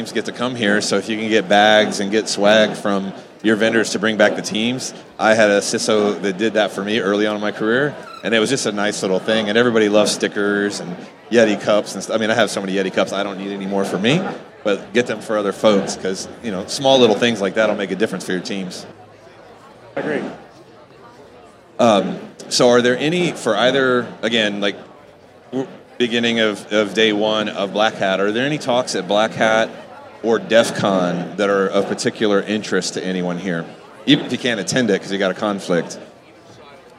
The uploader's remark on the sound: Live from BlackHat 2023